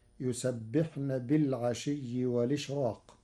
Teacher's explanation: قرأ ورش كلمة والإشراق بنقل حركة الهمز إلى الساكن قبله مع حذفها، وليس لورش ترقيق في راء الإشراق لوقوع حرف الاستعلاء بعده، فتصير: يسبحن بالعشي والإشراق.